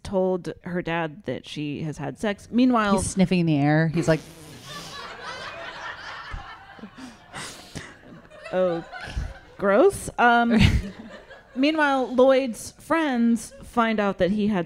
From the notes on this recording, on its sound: Recorded live in Portland.